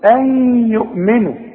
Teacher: نون بعدها ياء حكمها ايه ادغام ادغام بغنه